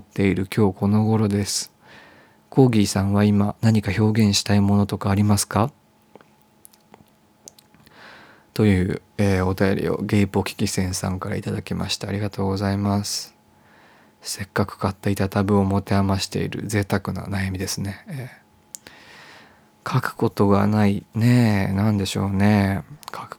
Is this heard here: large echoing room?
no